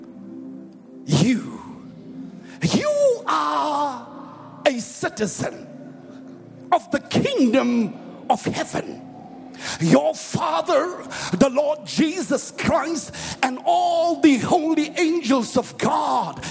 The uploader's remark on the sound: preached at the Annual Good Friday Celebration held at Orlando Stadium